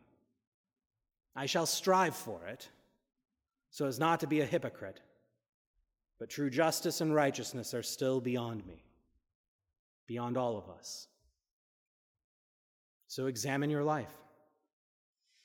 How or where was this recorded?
large echoing room